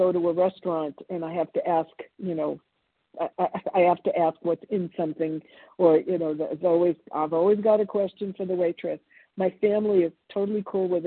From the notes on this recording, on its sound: from the 100 Pounders Phone Meeting